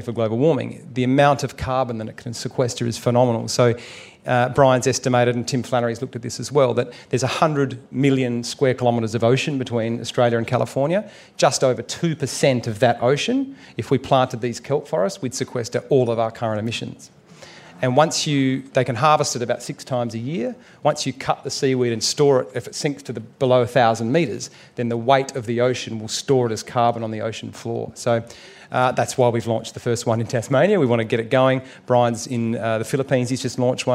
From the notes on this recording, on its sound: At the Byron Writers Festival.